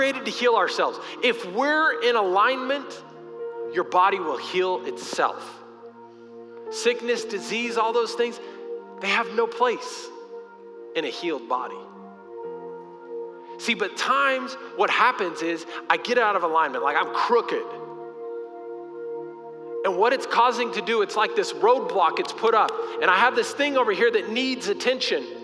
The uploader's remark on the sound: Recorded live during our Sunday morning service.